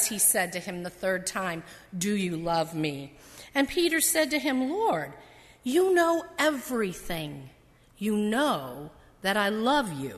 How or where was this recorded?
large echoing room